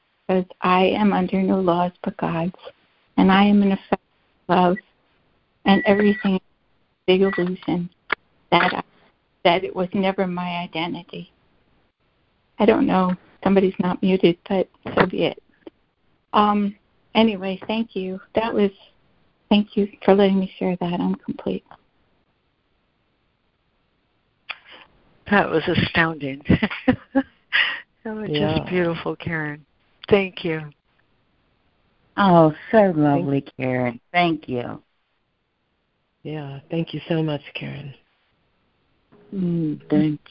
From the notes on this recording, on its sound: ACIM Daily Conference Call.